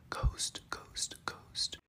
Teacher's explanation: несмотря на то, что этот звук Г звучит недостаточно звонко, из-за отсутствия там придыхания я был бы уверен, что это звук Г, что это слабая и звонкая пара Г.